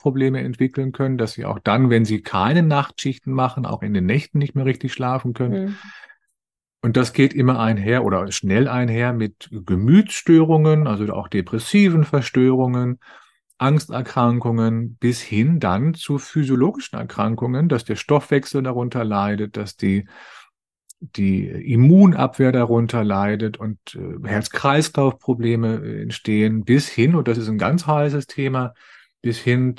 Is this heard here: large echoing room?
no